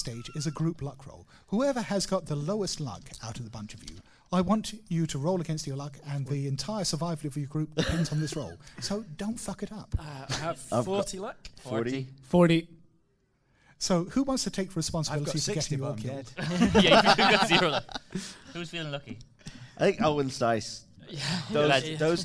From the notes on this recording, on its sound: I attended the first ever PodUk Convention in Birmingham and appeared in a live show. I attended the first ever PodUk Convention in Birmingham and appeared in a live show. How We Roll podcast hosted a live, actual play.